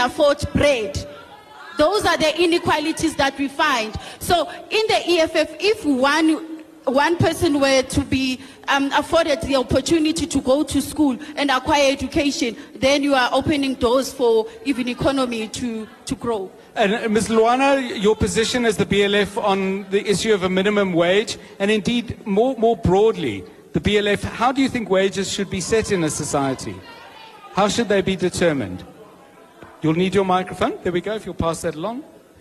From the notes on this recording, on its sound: Eldorado Community Arts Centre in Sebokeng Town-hall. Broadcast live from the Eldorado Community Arts Centre in Sebokeng. He was joined by political party representatives from the ANC, DA, EFF, COPE, AIC and the BLF.